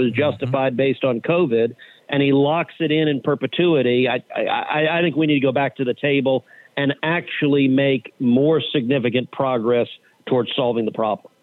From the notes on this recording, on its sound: we take your calls in open phones across America